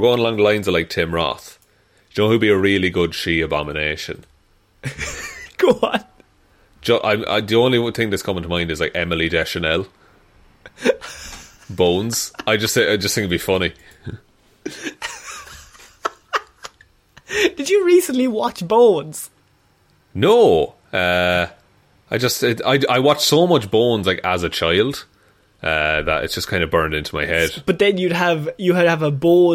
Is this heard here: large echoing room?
no